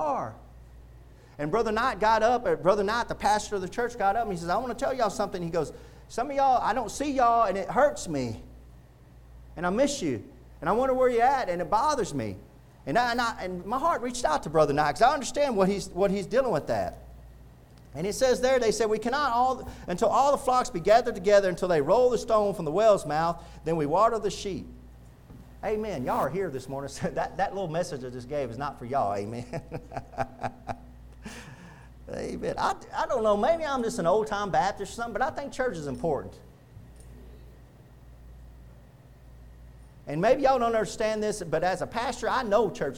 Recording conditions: large echoing room